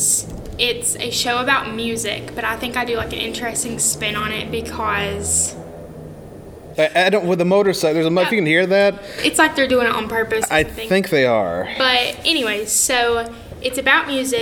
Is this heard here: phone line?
no